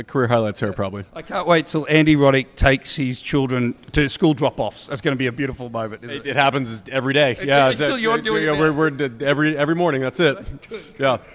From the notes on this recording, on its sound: At the IHG's Legends, Unmatched Party. At the Kimpton Eventi Hotel plaza party.